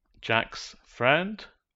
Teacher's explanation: Z moves forward and changes to S.